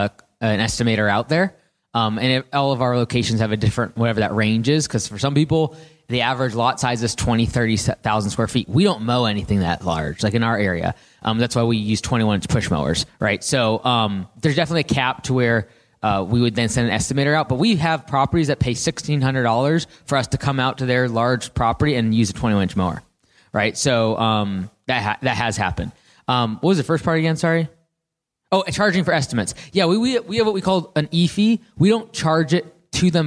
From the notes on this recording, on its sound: Kohler Lawn and Landscape Society Live Panel. This is the conclusion of our Live Panel Discussion at Kohler's event.